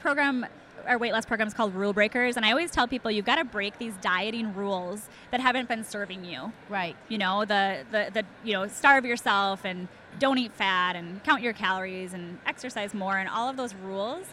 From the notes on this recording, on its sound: This first episode was recorded live at the 2018 Paleof(x) Conference in Austin, TX.